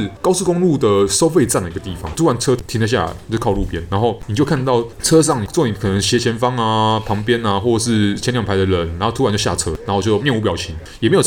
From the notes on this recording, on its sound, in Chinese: 本集白噪音指數：蚊風級 1/5。錄音地點：515 Cafe & Books。